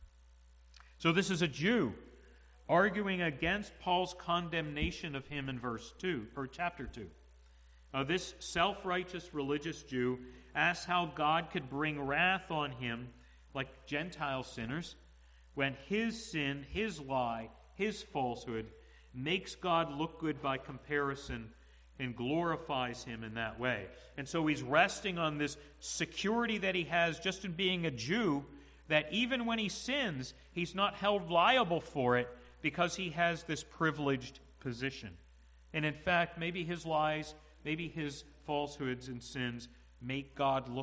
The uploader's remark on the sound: to the congregation at the Manchester Reformed Presbyterian Church of New Kensington, PA, on Sunday, March 06, 2022 .